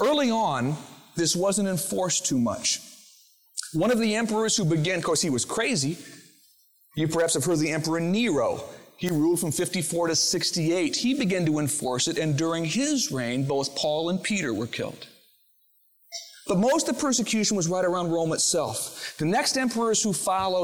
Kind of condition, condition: setting, large echoing room